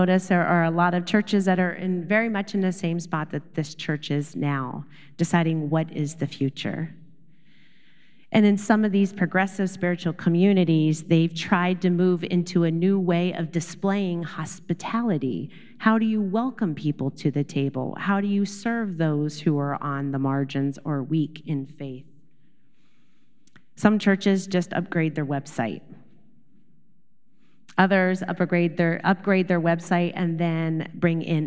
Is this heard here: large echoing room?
yes